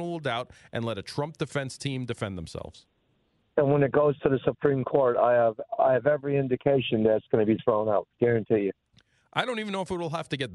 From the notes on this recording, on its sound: calls into "The Rob O'Donnell Show"